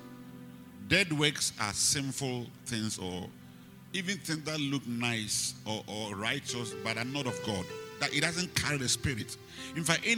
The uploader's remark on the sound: Preached at the Rose of Sharon Cathedral, Catch the Anointing Denomination, LA - Accra.